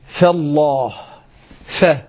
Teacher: عندما أقول فالله ف، أنا نطقت الفاء جرى معها النفس